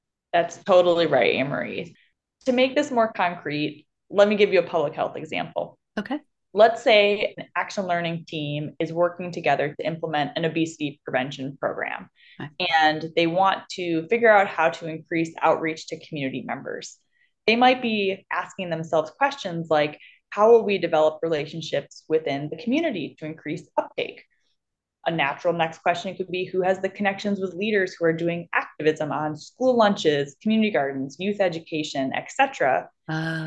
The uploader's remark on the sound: live via zoom